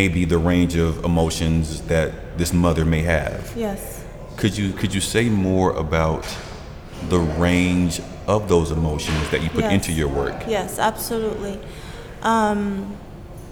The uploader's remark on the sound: Recorded live at Gallery 72